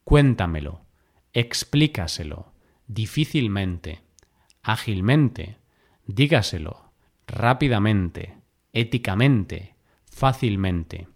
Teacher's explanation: La sílaba tónica recae en la sílaba anterior a la antepenúltima sílaba y al igual que las esdrújulas, todas llevan tilde. · Term: Palabras sobresdrújulas